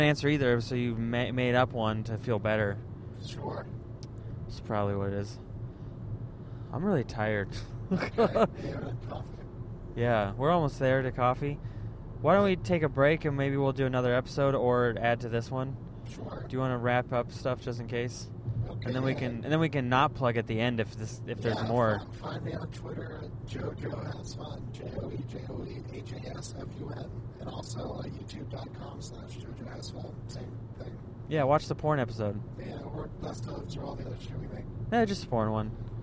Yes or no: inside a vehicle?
yes